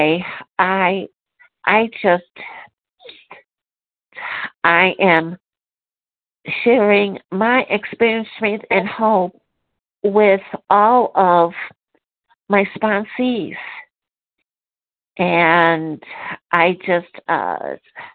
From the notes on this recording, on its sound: 100 Pounders Phone Meeting